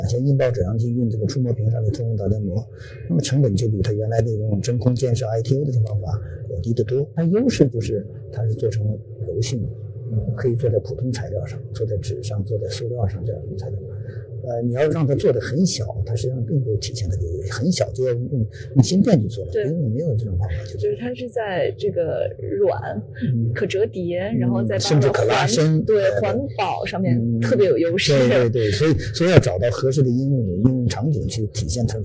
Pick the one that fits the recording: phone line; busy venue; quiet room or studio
busy venue